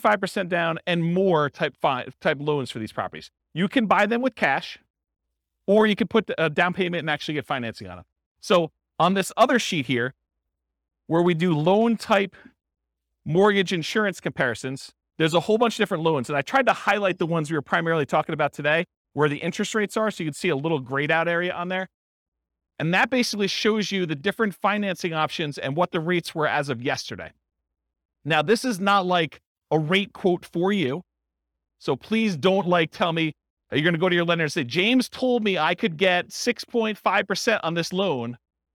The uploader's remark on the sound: This was a live class recorded to give investors a solid overview of the buy and hold real estate investing strategy including short-term rentals. The live in-person version.